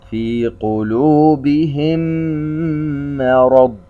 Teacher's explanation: قلوبهم مرض، كلمة قلوبهم فيها ميم ساكنة في نهايتها، جاء بعدها حرف الميم، إذن إدغام شفوي، إذ أن الميم الساكنة تدغم بمثلها مع مراعاة الغنة بقدر حركتين في حرف الميم الذي أصبح مشددا في كلمة مرض.